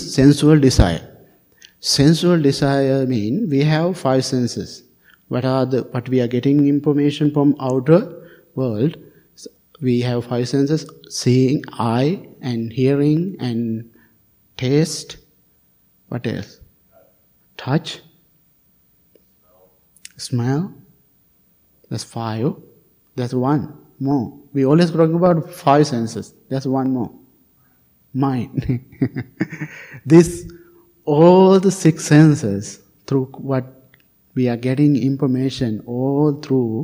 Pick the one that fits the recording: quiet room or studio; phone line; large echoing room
large echoing room